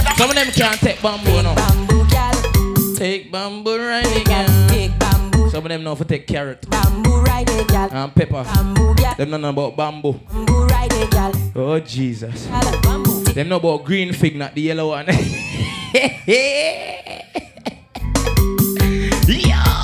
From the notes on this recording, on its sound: RADIATE FESTIVAL LIVE AUDIO